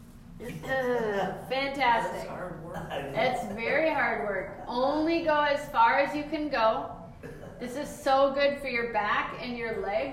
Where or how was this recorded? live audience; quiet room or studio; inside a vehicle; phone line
live audience